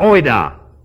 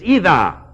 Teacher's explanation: This is a diphthong constituting omicron iota combines together to end up as a long E · Shown in: second take